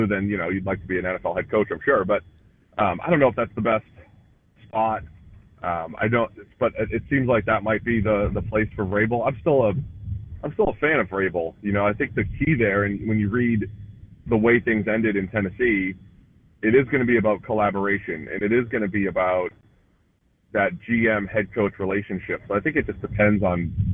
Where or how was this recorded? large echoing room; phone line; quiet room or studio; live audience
phone line